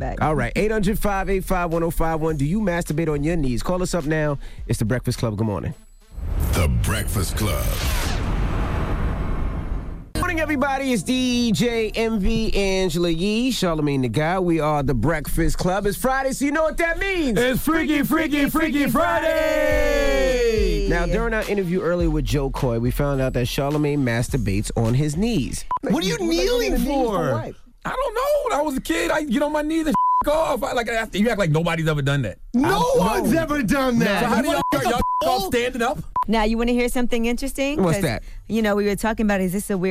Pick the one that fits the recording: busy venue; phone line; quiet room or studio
phone line